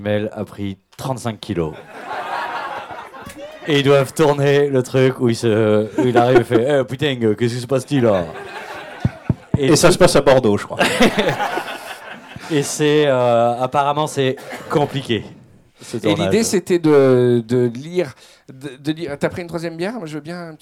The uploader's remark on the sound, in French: Un épisode final enregistré en public et sous des flots d'Aguardiente. Une cinquantaine de spoileros parisiens.